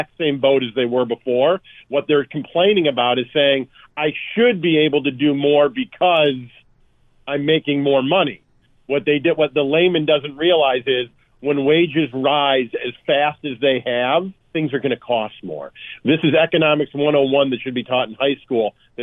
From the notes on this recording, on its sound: joins via phone